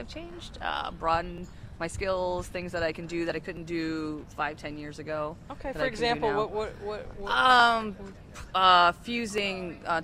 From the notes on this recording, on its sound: Live on the Mall - It’s Art on the Mall 2022. Battle traffic and the winds. On WKZO 590 AM and 106.5 FM in Kalamazoo, MI.